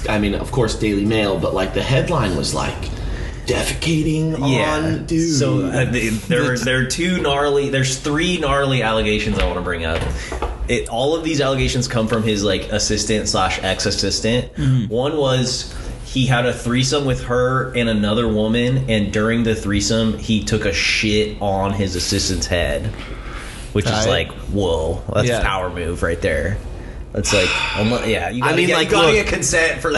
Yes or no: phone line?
no